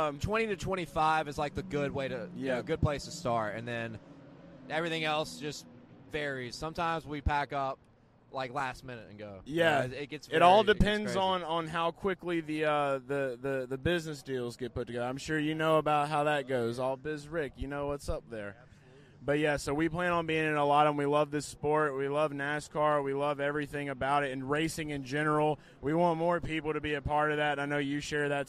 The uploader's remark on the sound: LIVE from Daytona International Speedway